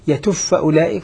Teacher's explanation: فالباء أدغمت في الفاء